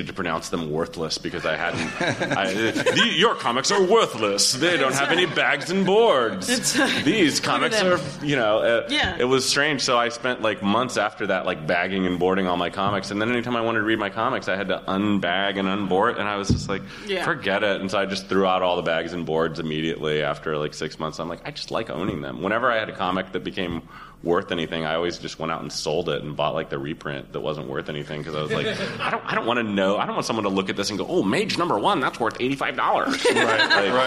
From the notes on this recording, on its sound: This is the first LIVE Dork Forest. In Seattle, before a live audience.